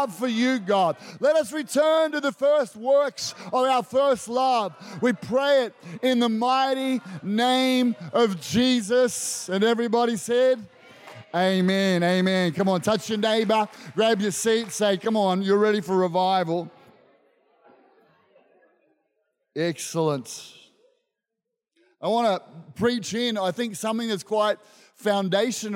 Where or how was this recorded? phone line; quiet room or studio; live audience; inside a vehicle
live audience